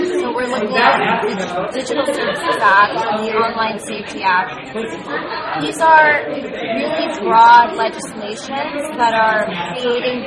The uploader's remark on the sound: The Tech Policy Grind is bringing you to State of the Net 2024 Live! In this episode, we put together three conversations from our live recording at the conference.